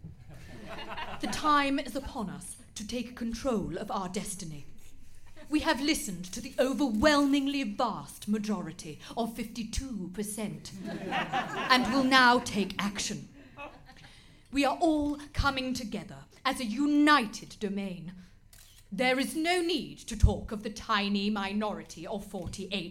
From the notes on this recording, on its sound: DEXIT: Demonic Exit was recorded in front of a live audience at The Comedy Store.